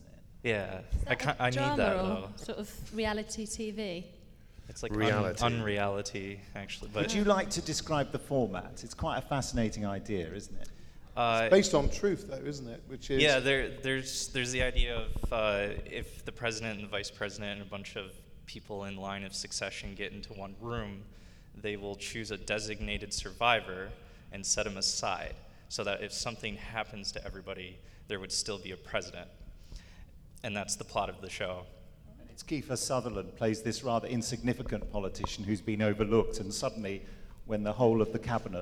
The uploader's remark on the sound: Are in attendance at the Chicago TARDIS convention. Join them on stage for this 'recorded-as-live' podcast.